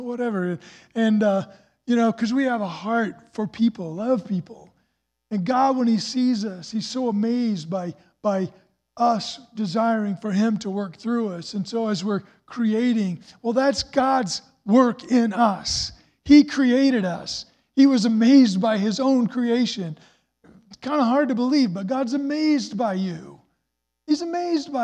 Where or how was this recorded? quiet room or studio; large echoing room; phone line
large echoing room